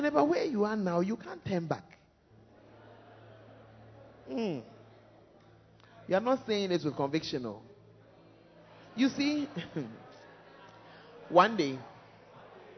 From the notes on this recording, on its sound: Preached At The First Love Center, Ayeduase (Times of Refreshing).